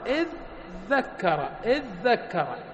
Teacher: ثم أدغمنا الذال الأولى في الثانية